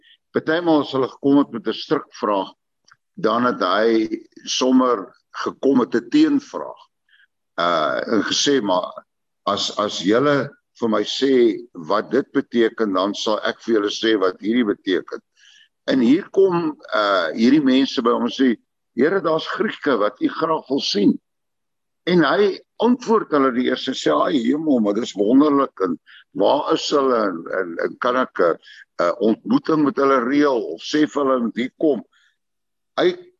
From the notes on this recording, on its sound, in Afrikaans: Manne van die Woord se Zoom Byeenkoms 31 Maar 2022